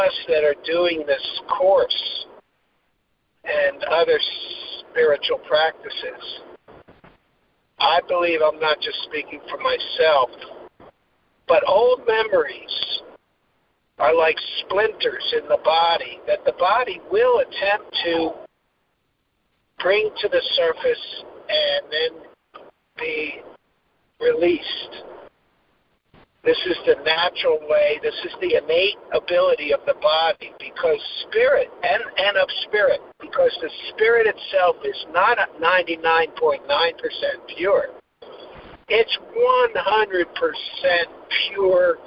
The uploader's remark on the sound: ACIM Daily Conference Call.